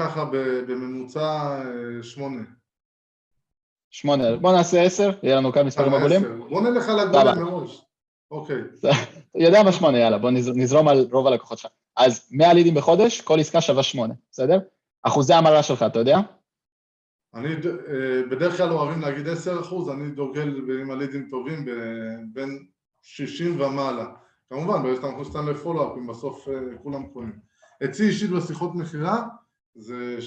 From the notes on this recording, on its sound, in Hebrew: השיחה שלנו הייתה בלייב באינסטגרם אבל גם הוקלטה בזום.